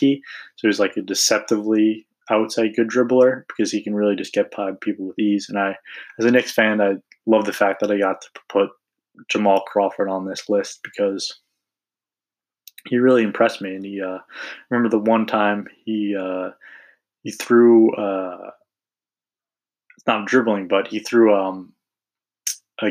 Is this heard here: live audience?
no